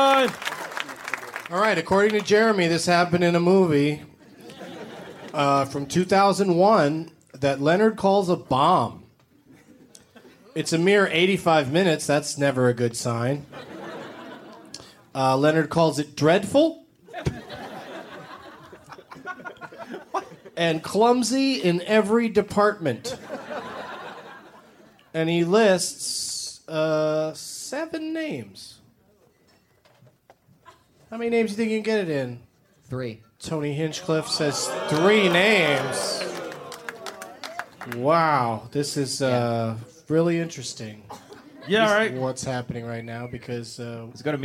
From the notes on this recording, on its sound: Live from the Punchline in Sacramento